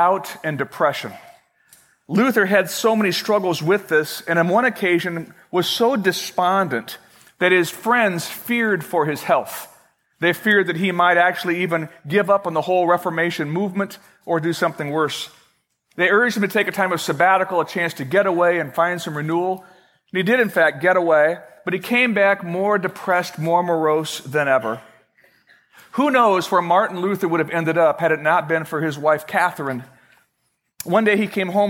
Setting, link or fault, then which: setting, large echoing room